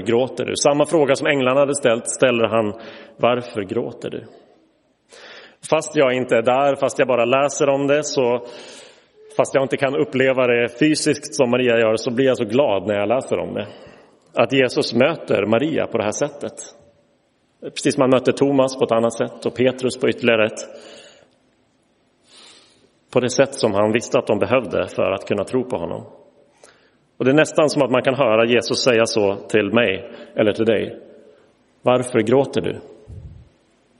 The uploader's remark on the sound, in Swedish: Inspelad i Roseniuskyrkan den 9 april 2023.